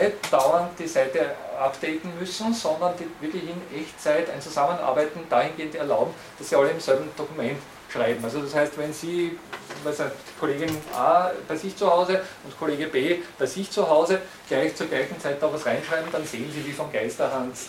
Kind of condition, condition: setting, large echoing room